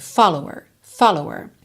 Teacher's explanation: Follower, geralmente, se a palavra fosse falada, a sílaba tônica seria no início.